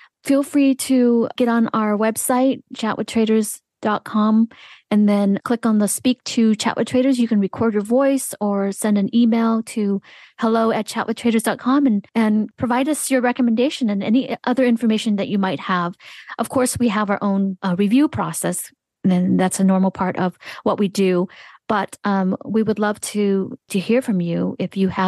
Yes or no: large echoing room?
no